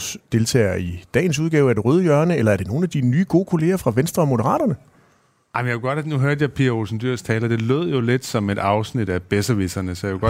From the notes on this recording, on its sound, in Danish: optaget på Folkemødet